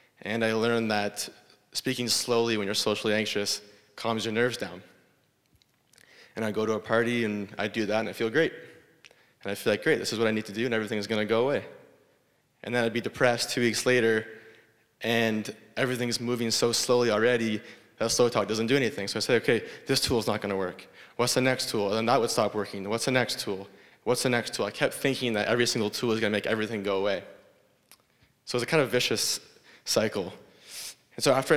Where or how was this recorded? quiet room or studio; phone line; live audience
live audience